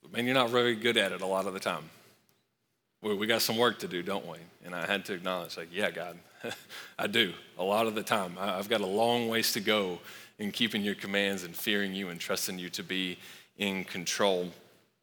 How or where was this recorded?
large echoing room